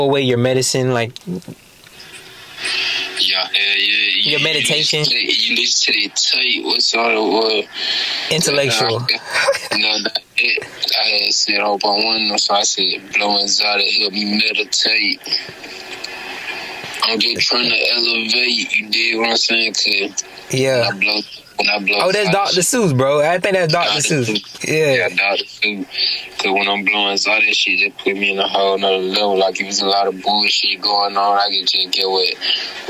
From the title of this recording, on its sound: phone call